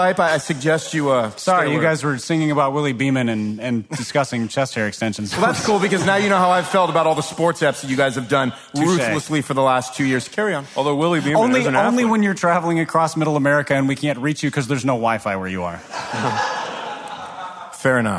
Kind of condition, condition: setting, live audience